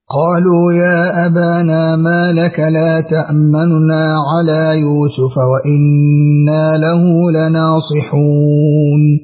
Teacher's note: بعضهم جعلها إخفاء لحركة النون الأولى أي اختلاس حركتها وقد يعبر عنه بالروم، وبعضهم جعل الإشارة إشماما بضم شفتيه بعيد الغنة، والوجهان صحيحان.